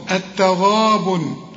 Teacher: الغين هنا بالمد بتاعها مفخم